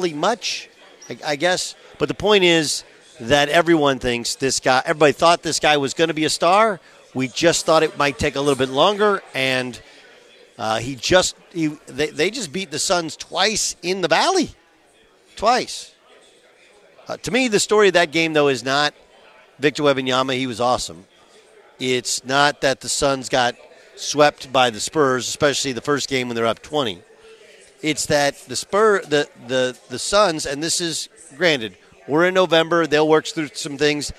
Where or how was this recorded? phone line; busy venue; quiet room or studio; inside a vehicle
busy venue